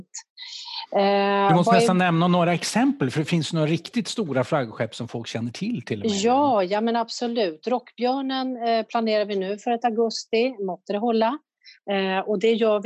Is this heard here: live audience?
no